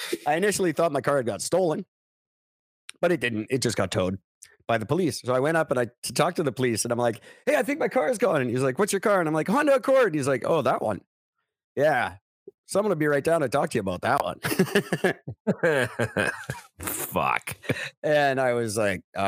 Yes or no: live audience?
no